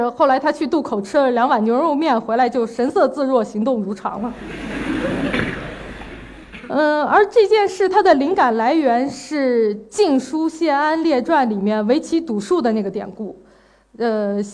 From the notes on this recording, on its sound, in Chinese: 一席现场